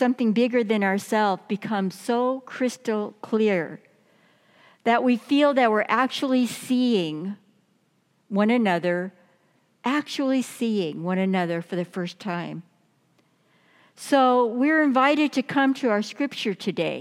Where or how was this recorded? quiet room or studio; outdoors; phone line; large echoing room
large echoing room